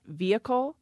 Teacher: But if the syllable's not stressed, you may not hear the H.